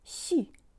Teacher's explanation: The S-Ч combo is pronounced sh, like at the end of борщ, so the tongue is high and forward for the first syllable.